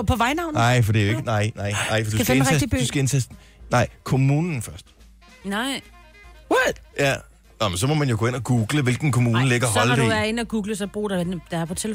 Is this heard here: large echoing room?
no